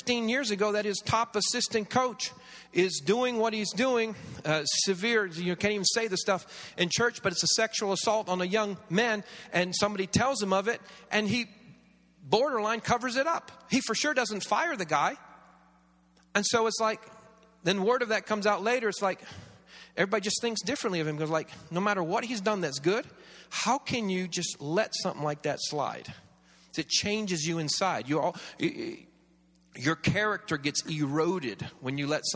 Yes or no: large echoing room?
yes